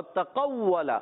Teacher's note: قاف کا مخرج ہے زبان کی جڑ، تالو کا نرم حصہ.